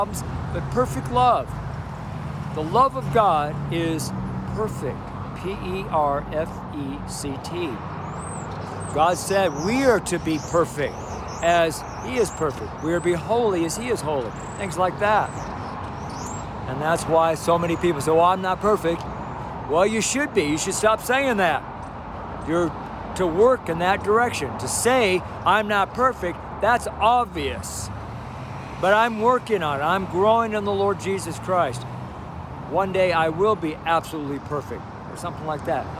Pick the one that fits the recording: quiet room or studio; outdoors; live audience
outdoors